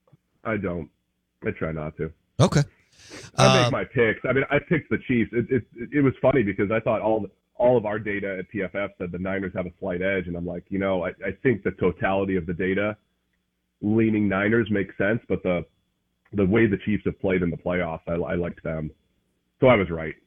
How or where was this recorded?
phone line